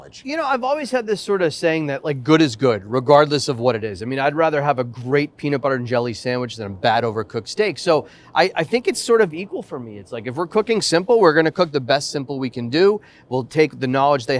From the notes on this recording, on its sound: Live On Set. On the set of season 8.